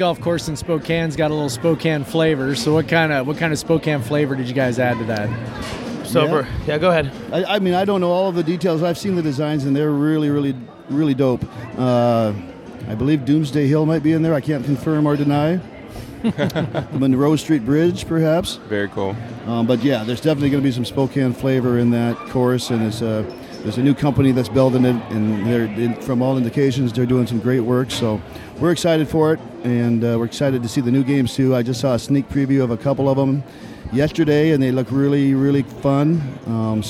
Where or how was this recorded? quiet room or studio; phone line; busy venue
busy venue